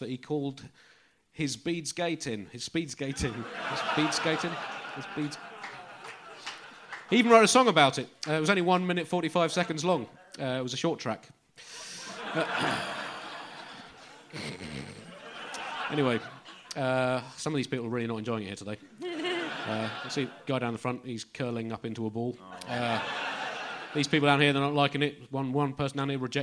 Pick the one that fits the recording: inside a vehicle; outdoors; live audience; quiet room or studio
live audience